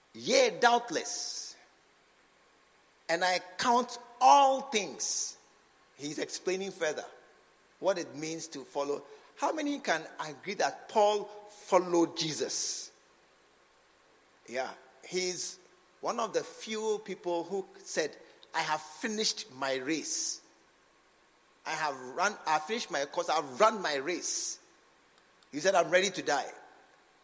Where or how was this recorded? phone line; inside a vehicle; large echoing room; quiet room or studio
large echoing room